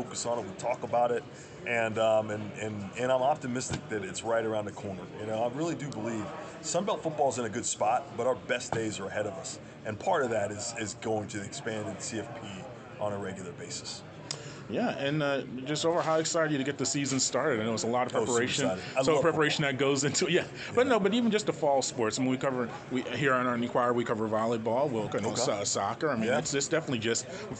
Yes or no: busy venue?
yes